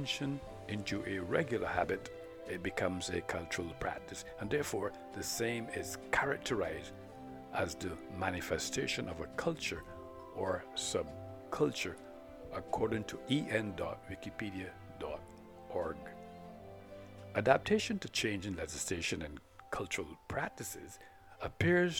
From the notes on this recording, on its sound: On Location Regarding The following-Beach Scene of Brownes Beach Barbados,New Jersey City University.